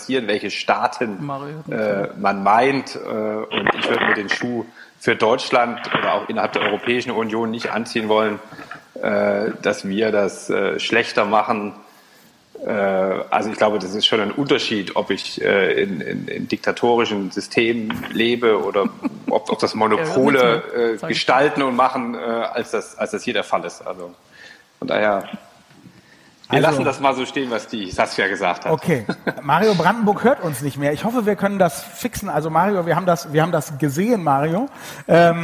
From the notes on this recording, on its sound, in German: Die Audio-Aufnahme ist ein Mitschnitt des Polit-Panels des Data-Summit 2020